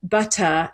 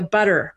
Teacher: in British English, especially Southern British English, you drop the R. · Shown in: first take